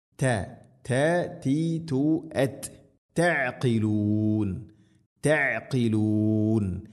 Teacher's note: തഅഖിലൂൻ, ഇവിടെ തായിൻ്റെ ഉച്ചാരണം ശ്രദ്ധിക്കണം. തഅഖിലൂൻ എന്ന് തായിനെ കനപ്പിച്ച് ഉച്ചരിക്കരുത്. തഅഖിലൂൻ അല്ല, ത ത തി തു അത്.